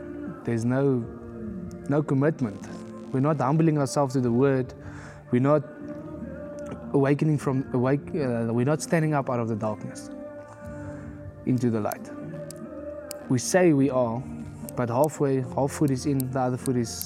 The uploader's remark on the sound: We apologize for the background noise, we are doing our best to improve it in future episodes for YOU.